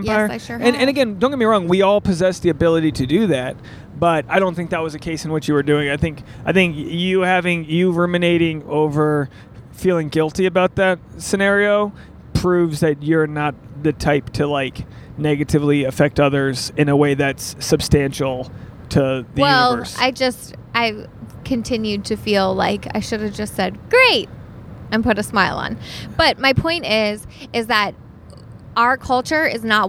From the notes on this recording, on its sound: This episode was recorded on Route 73 eastbound.